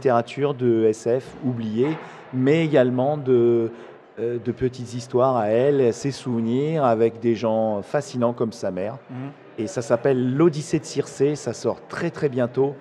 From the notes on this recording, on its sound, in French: Cet épisode a été enregistré dans les conditions du live pendant le festival du podcast, Podrennes. Cela s’entend dans les bruits de fond du podcast, mais cela ne le rend que plus vivant.